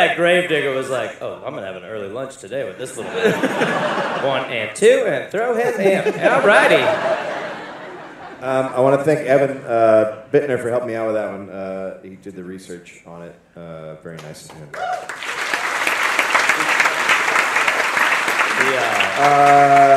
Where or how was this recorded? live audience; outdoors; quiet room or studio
live audience